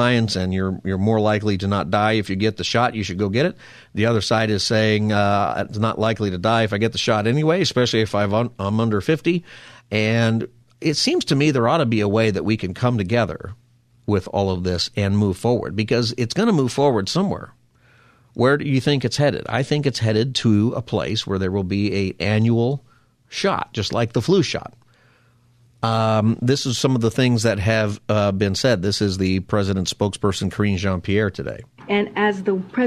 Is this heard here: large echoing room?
no